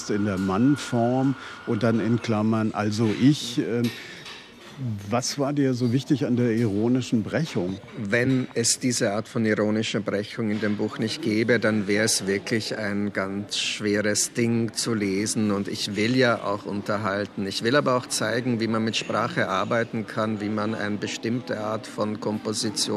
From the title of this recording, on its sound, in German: In Thomas Bernhards Wiener Stammcafé